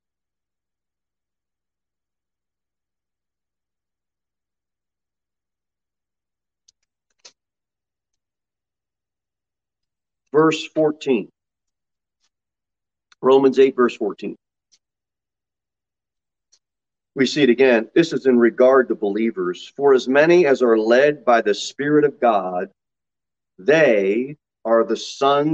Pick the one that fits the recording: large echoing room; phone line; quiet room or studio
large echoing room